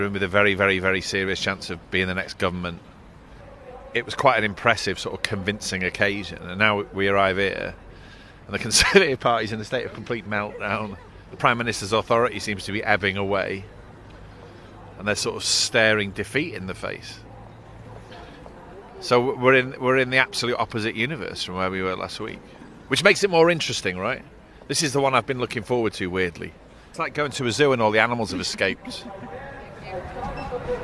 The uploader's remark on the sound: Is at the party’s conference in Birmingham.